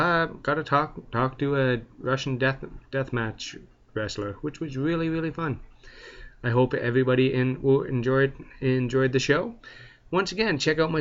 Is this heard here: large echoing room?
no